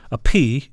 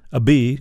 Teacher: A P, you're not putting the buzz. A B, you're giving it a little buzz. · Term: voiced and unvoiced consonants